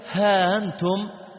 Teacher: تسهيل الهمز مع إدخال ألف بين الهاء والهمز